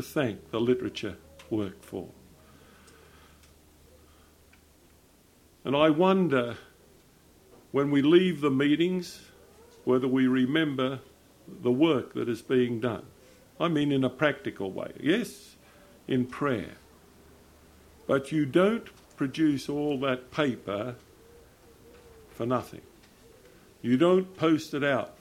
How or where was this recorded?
large echoing room